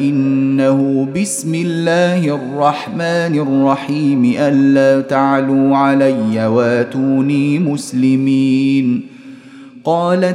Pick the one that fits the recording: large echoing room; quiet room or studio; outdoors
large echoing room